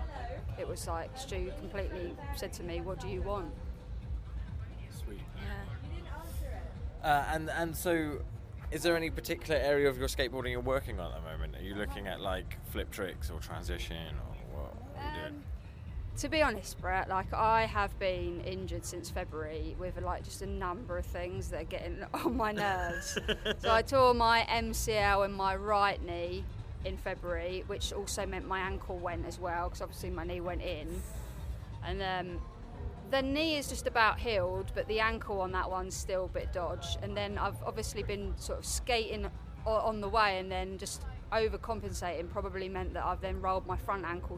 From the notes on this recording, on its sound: I caught up with lots of people over the 3 days I was at NASS, many of them had things to say (when I shoved a mic in their face and asked them questions).